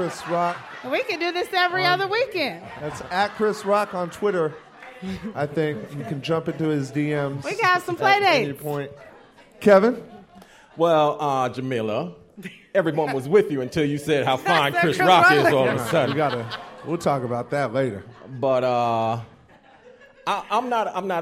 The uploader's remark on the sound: Watching the show at our live viewing party in The Greene Space. A scene from the live taping of Empire Afterparty from WNYC.